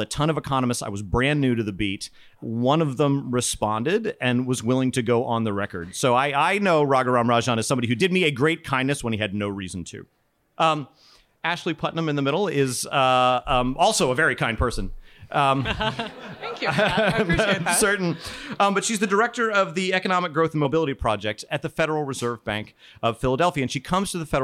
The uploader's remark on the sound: Alphachat Live! In a live conversation recorded at Penn Social, a bar in Washington DC.